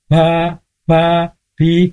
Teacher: dia adalah al-jahar, tidak boleh keluar udara